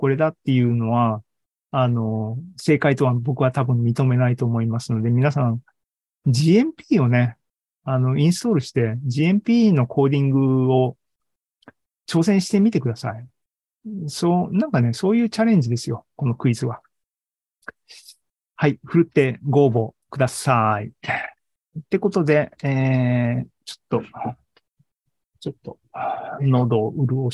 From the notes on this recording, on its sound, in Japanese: ２０２２年１０月２６日に開催した ZOOMライブの模様です